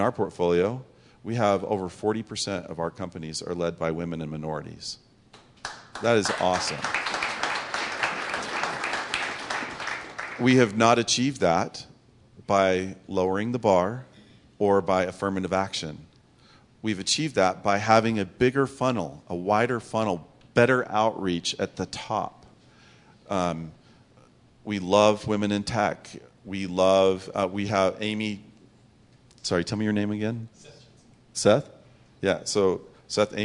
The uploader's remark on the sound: Audience Q&A